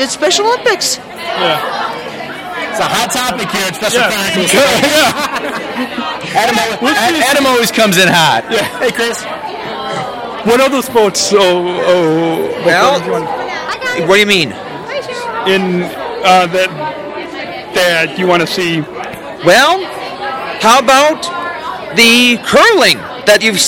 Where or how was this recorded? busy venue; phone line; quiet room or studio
busy venue